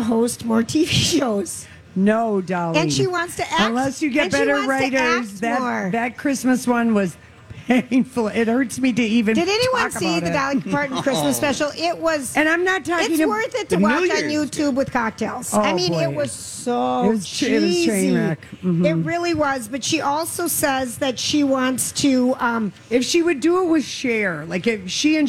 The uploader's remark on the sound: LIVE from the Minnesota State Fair